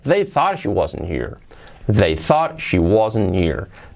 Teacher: la H de here nos la comemos.